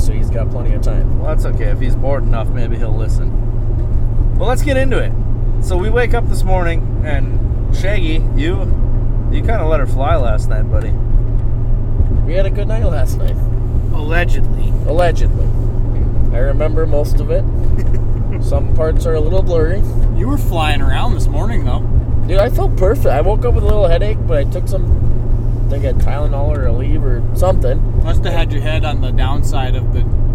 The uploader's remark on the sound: POSSIBLE POOR AUDIO QUALITY **** Another in the truck episode. This is a spontaneous episode.